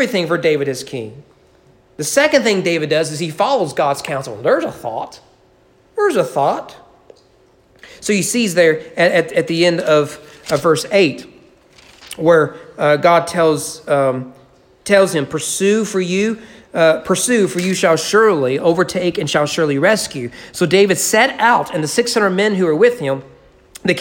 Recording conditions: large echoing room